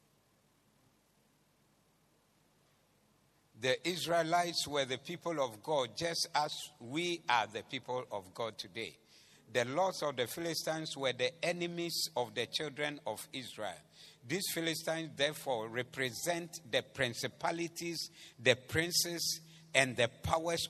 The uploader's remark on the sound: Preached at the Doxa Service 11062023